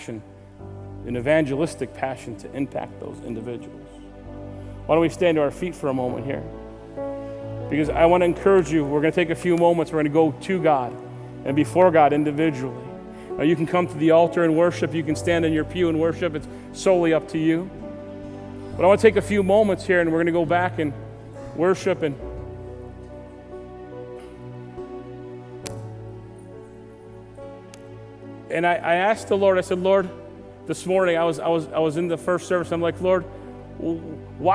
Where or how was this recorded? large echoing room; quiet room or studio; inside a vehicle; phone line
large echoing room